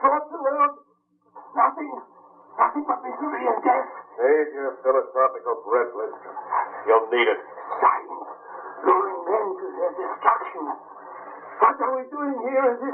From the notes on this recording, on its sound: Audio quality is low on this one.